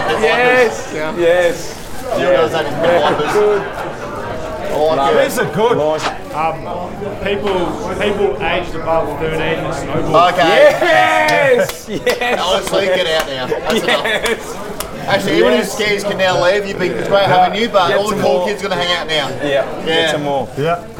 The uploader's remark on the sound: We're live from the Moosehead Bar in Mt Buller